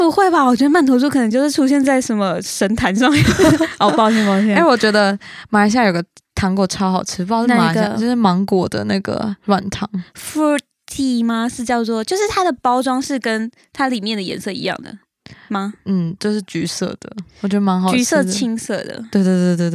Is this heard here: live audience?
no